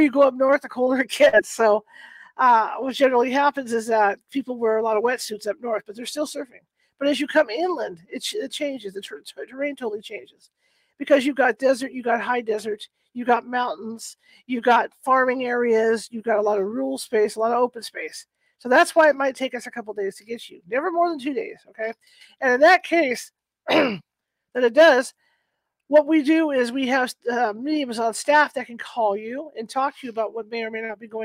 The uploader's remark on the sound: Guest audio is choppy for the first few minutes but it does settle down.